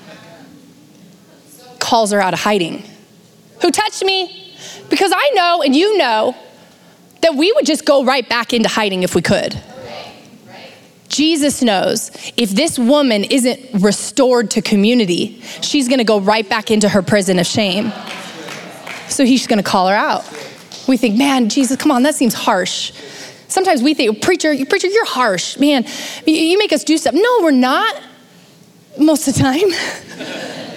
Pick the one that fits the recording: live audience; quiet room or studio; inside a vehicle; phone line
live audience